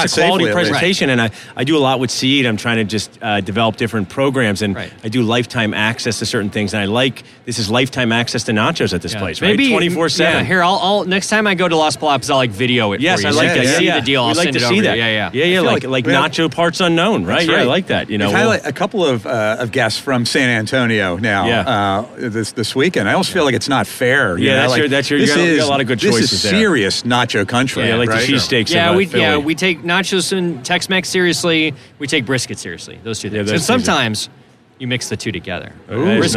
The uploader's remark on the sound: Live from the 3M booth at the GNYDM 2019